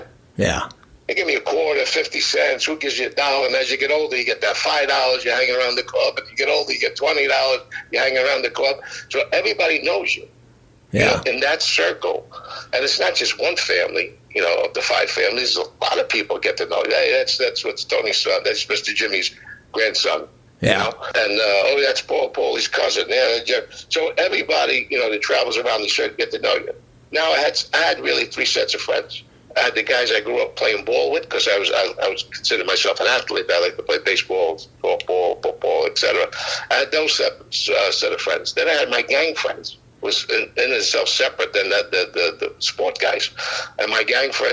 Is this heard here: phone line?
yes